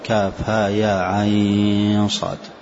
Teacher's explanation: حرف العين كما سيأتي لك أن تمده ولك أن تتوسط فيه، وهذا لا يكون إلا في سورة مريم أو في سورة الشورى، كاف ها يا عين تمد ست حركات أو أربع، كاف ها يا عين صاد، كذلك في سورة الشورى حاميم عين يا ست يا أربع.